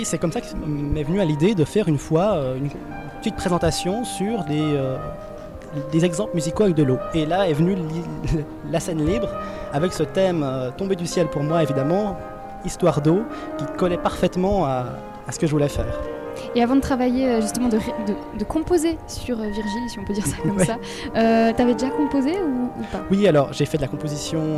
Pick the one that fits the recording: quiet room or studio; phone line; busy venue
busy venue